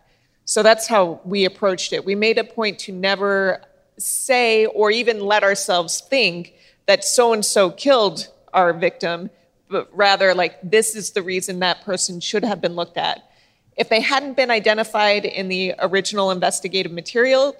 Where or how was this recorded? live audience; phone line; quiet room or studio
live audience